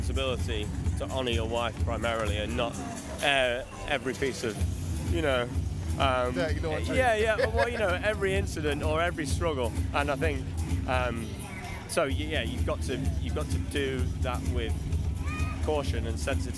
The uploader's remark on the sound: LIVE from CreationFest 2015